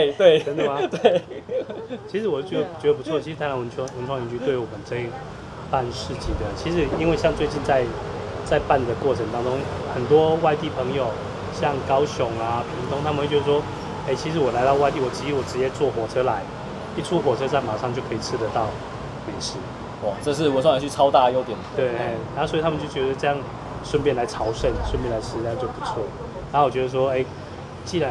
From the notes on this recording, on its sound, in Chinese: 錄音地點：Chen Coffee